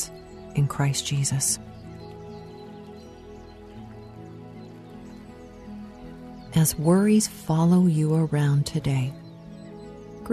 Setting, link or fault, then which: fault, sounds in the background